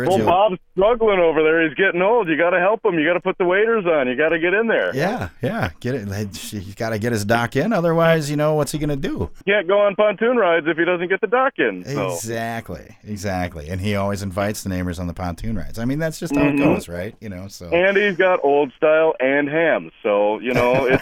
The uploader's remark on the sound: Joins us on the phone tonight. The Sound is written and produced by KQAL 89.5FM on the campus of Winona State University.